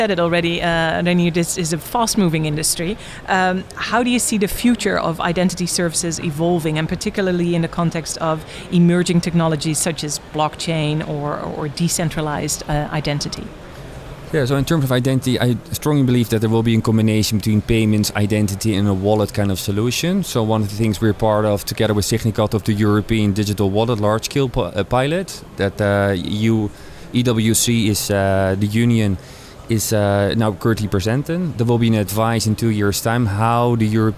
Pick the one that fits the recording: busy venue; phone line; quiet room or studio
busy venue